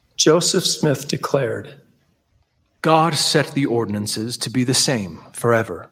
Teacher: when someone's playing Joseph Smith, they have to give this breathy voice so that you know he's inspired.